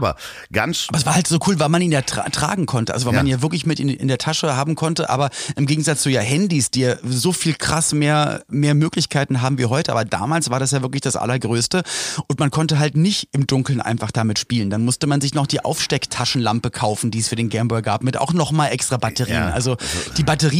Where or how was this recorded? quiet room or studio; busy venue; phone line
quiet room or studio